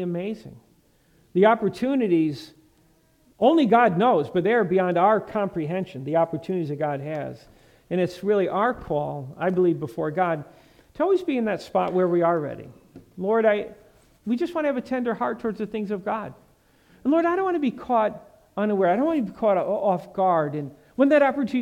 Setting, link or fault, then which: setting, large echoing room